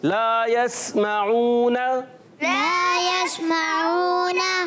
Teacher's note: अनियाब से सनाया तक के मसूड़ों से अदा होता है नून · तो प्यारे बच्चों और मंदी चल का नाज़िम, नून पर जबर है, इसको बगैर खींचे अदा करेंगे।